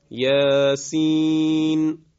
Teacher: همزه یا در اینجا حذف میشه